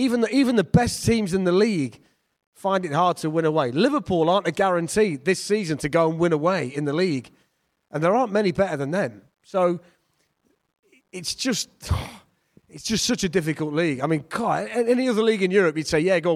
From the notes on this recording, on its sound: Garibaldi Red Live Show. At the Trent Navigation as they answered questions from the audience.